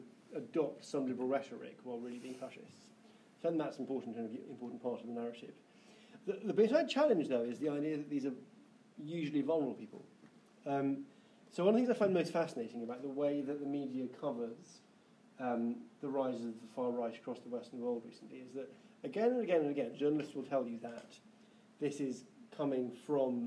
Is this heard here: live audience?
yes